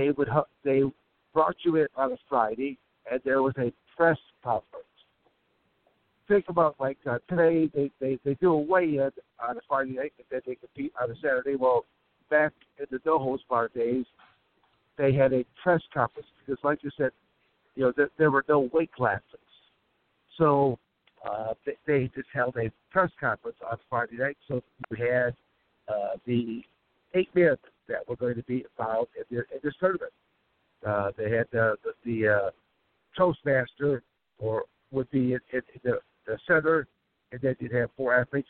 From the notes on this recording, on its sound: driving 17 hours so he decided to kill some time and call into my podcast